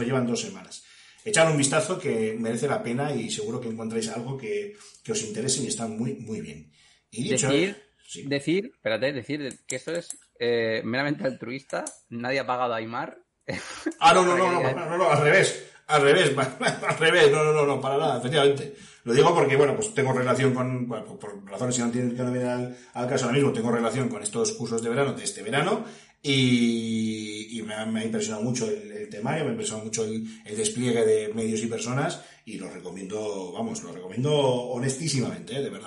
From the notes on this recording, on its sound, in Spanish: Un problema con una de las entradas de audio ha derivado en el eco que puede escucharse durante la reproducción.